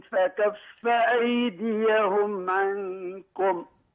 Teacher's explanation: الكاف فيها صفتان، فيها صفه الشده وفيها صفه الهمس، فلما تاتي بالشده بلا همز تلاوتك ناقصه، اتيت بصفه وتركت اخرى. · Term: شدة فهمس